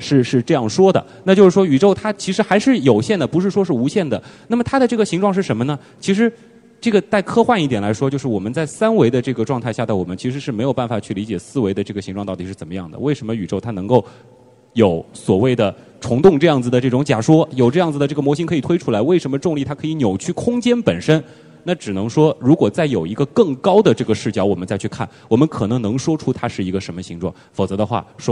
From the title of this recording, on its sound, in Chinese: 墨子论坛·科学声音深圳演讲会：现场互动问答